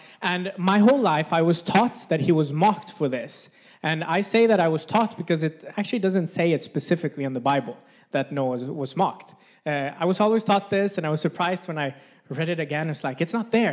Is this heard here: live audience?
yes